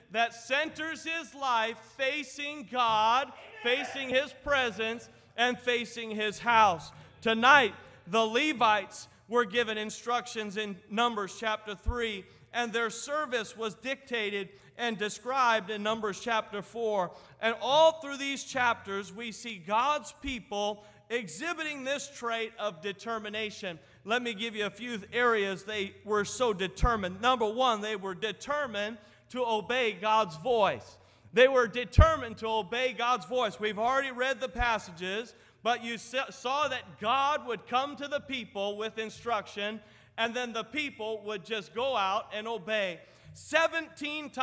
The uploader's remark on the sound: at North Valley Baptist Church in Santa Clara, California, during the Wednesday Evening service on January 3, 2024